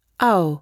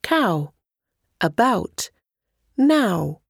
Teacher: On commence par le premier, par exemple le son A, puis on glisse sur le second, par exemple le son OU, sans qu'il y ait de coupure entre les sons. On obtient la fusion des deux sons vocaliques en une seule syllabe. Ao, comme dans cow, about, now, etc. · Term: diphtongue